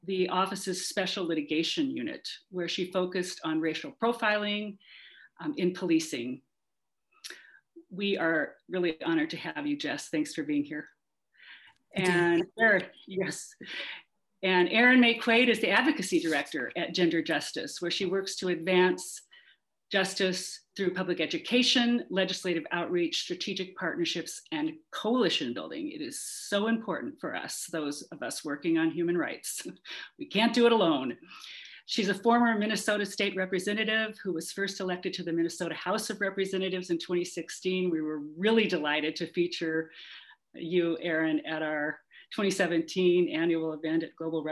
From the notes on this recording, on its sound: Recorded live on Zoom